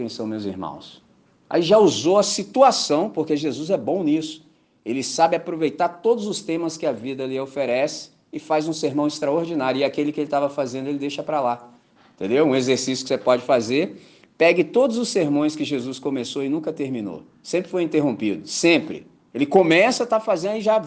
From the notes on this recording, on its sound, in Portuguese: Gravado em 14 de Maio de 2023 na celebração dominical em Candelaria, Volta Redonda, RJ.